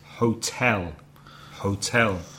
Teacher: we know the stress is on the second syllable